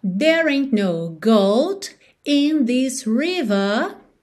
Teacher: ela não enrola o R